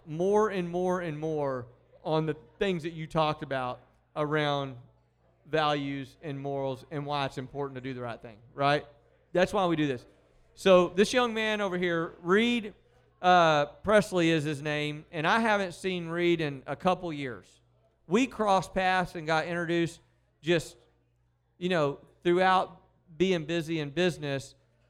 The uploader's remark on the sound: The live RFN Podcast show. It's the big event!